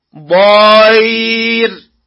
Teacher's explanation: إشباع الفتحة قبل حرفي اللين، الواو والياء الساكنتان المفتوح ما قبلهما، فيتولد من هذا الإشباع حرف الألف